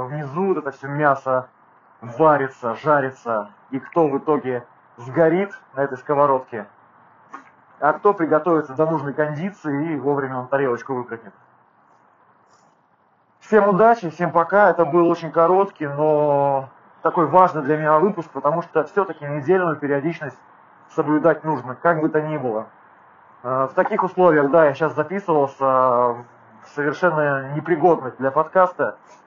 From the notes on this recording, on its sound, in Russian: ПЛОХОЕ КАЧЕСТВО ЗВУКА.